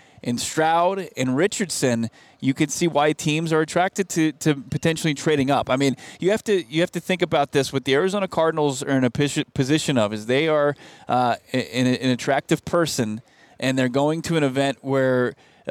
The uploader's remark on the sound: LIVE from the NFL Scouting Combine